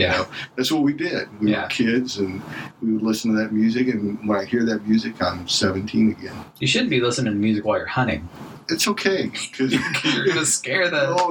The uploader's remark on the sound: It's been sitting in the vault due to poor audio quality. My poor microphone work on this one.